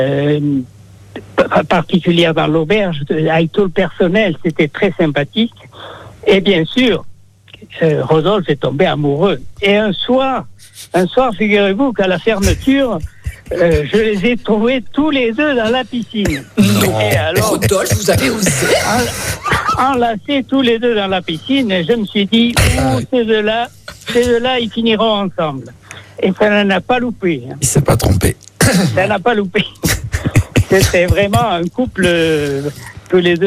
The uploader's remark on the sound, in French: Les 2 invités surprise au téléphone. LYON 1ère.